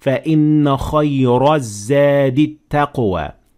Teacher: I applied the normal rule that the ra has fatha on top of it, so that means that it is full mouth. So I should say فَإِنَّ خَيْرَ الزَّادِ التَّقْوَى with a full mouth because I kept on reading.